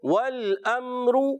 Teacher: جی ہاں واو کی ادائیگی ہونٹوں کی گولائی سے، لام کو ہلانا نہیں، حمزہ کو خوب واضح کریں گے.